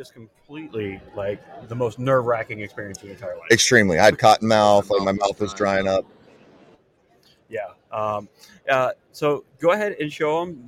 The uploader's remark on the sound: Live from ICast '23